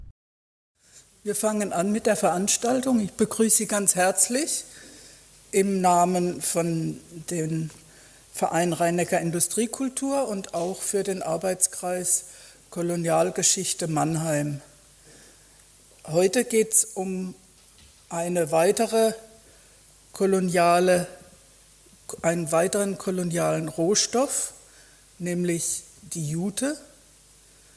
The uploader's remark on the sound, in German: Vortrag in der Abendakademie Mannheim